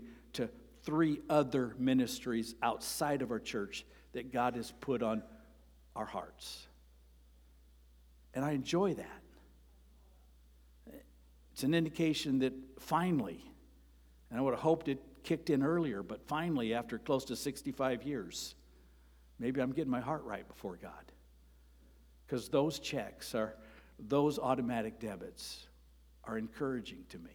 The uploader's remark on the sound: Sermon preached on Sunday, May 7, at Avondale Baptist Church.